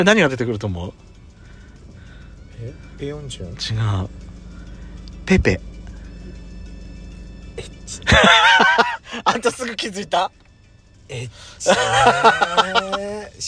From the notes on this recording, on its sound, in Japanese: パーキング収録